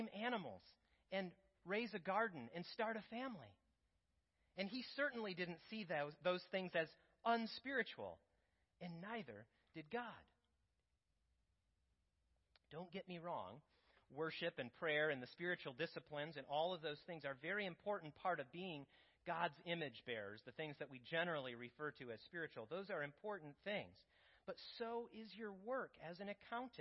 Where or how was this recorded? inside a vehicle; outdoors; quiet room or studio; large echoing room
large echoing room